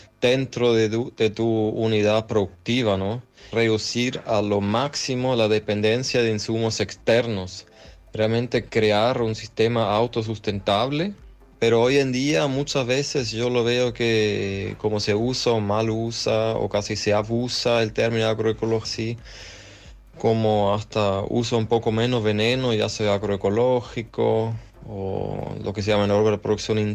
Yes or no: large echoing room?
no